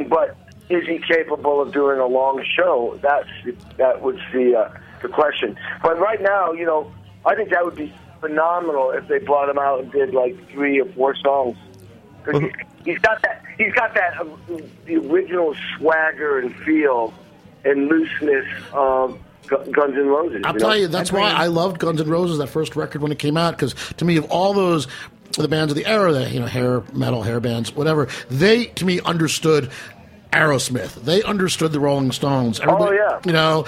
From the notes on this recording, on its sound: They’re joined via phone.